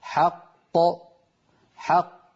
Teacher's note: فإن القلقلة تكون للثاني منهما، لأن الأول مدغم يخرج بالتصادم بين طرفي عضو النطق